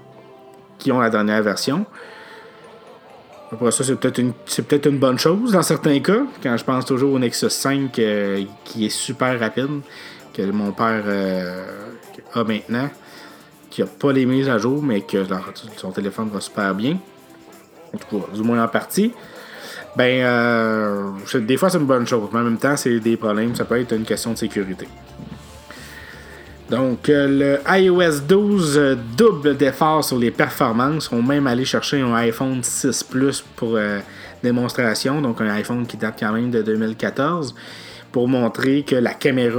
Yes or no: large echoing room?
no